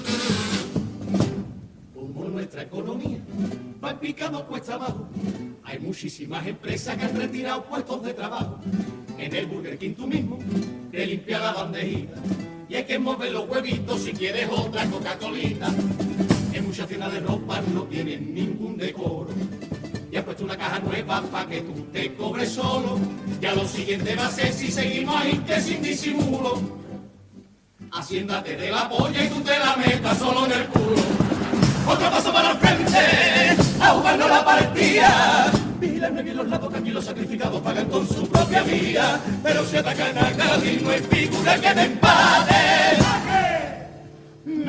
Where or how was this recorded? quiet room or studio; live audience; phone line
live audience